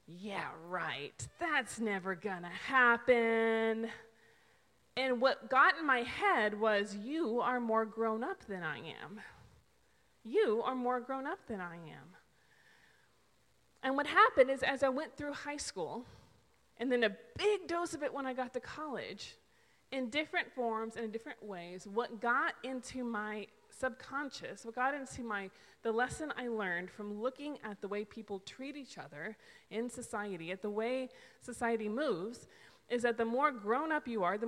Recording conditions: large echoing room